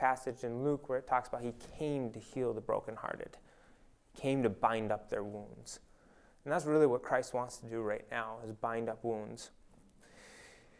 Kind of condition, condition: setting, large echoing room